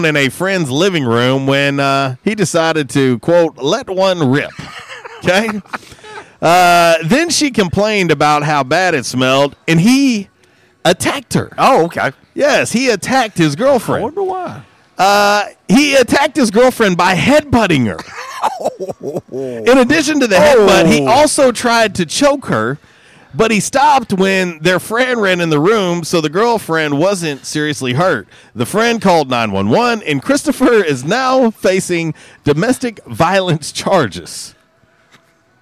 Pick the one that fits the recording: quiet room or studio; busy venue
busy venue